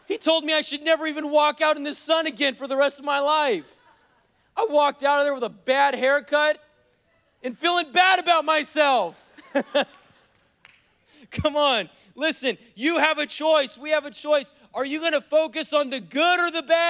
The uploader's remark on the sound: was preached on November 7th at the 11:30AM service